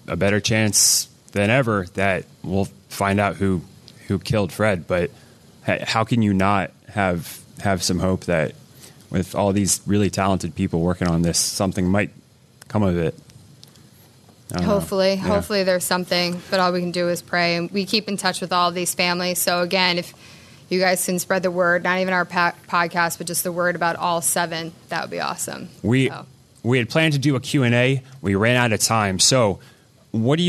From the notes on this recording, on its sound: To a live audience for the Philadelphia Podcast Festival.